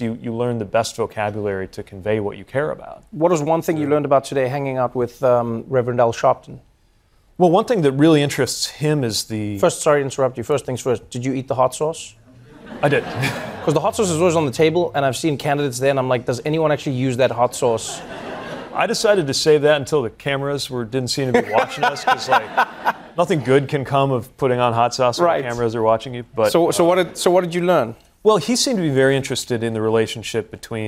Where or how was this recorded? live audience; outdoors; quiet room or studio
live audience